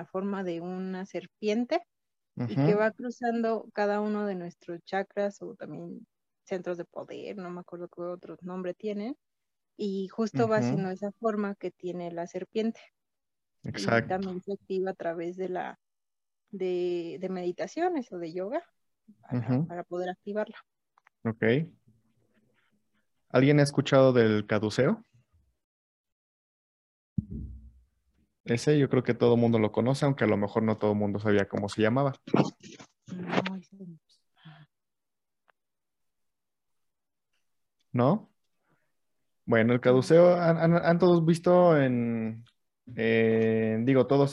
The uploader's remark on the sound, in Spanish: Posteriormente se graba y se sube como podcast.